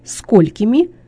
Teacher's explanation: Ударение всегда падает на первый слог.